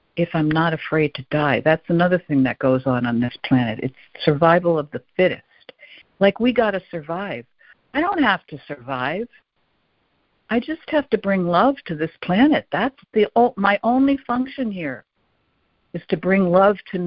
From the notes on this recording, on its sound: ACIM Daily Conference Call